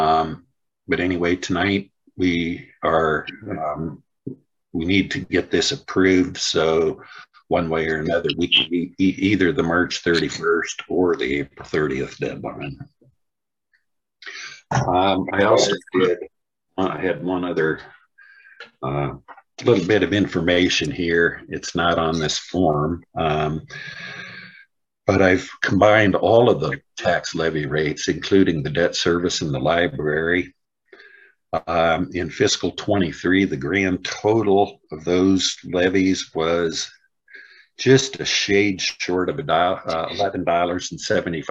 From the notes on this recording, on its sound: was held on Zoom